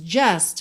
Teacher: Just, você não pronuncia o T.